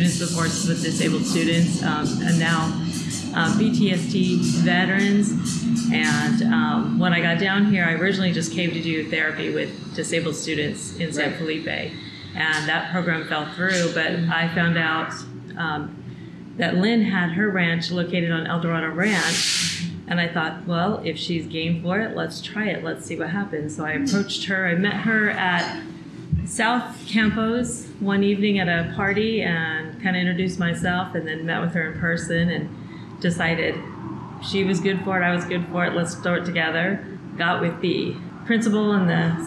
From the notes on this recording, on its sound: A shout out to Cafecito Lindo for allowing us to record our interview in their cafe.